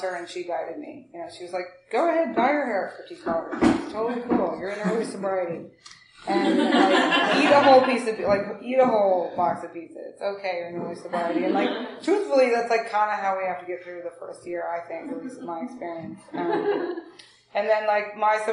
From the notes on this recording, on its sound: recorded in 2009 at the North Oakland AA Open speaker meeting held in Oakland California